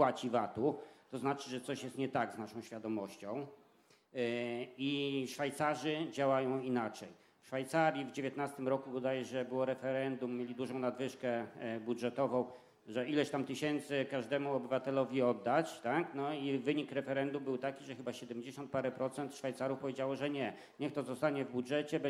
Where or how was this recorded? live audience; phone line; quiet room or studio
live audience